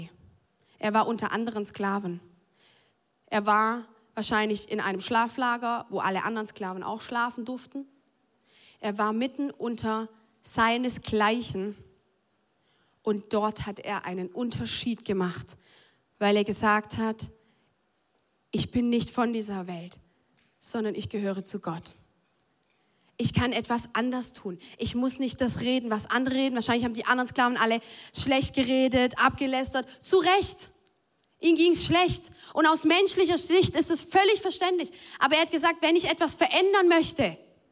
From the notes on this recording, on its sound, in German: Audiomitschnitt der Predigt